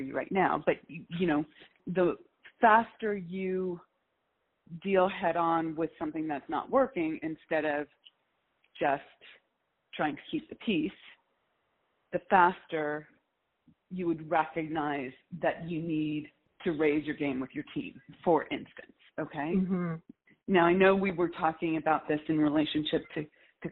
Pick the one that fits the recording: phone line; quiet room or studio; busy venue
phone line